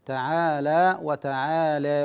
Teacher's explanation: كلمة تعالى من الكلمات التي لورش فيها الفتح والتقليل، يعني في الألف